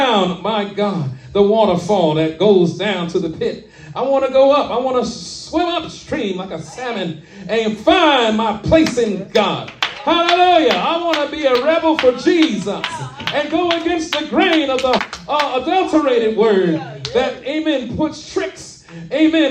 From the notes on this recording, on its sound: shared this message live at RACC